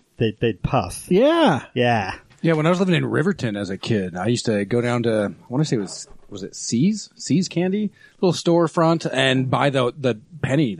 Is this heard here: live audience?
no